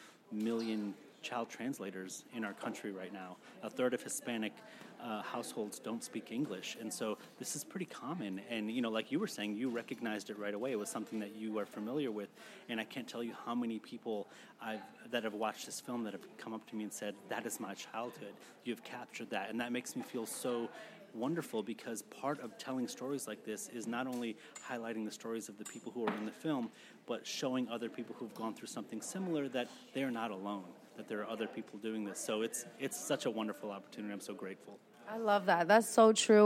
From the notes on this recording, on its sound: Holding it down on the red carpet of The 2023 Tribeca Film Festival.